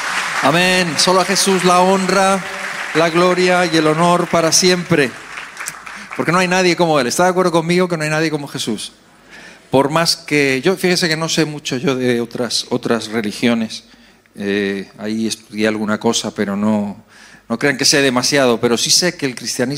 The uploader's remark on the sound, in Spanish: EN VIVO